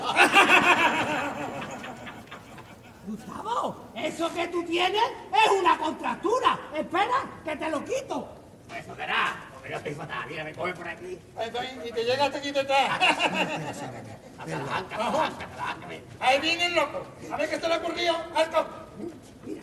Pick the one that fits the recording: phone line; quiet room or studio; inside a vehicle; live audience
live audience